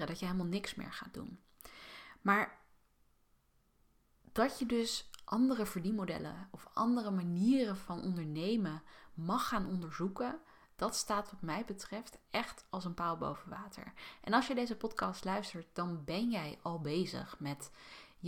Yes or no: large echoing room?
no